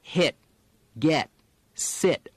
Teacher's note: in standard American dialect, the T doesn't explode much at the end of words